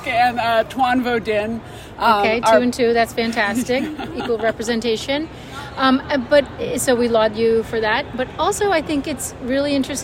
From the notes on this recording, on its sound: recorded during the ADA 2023 Conference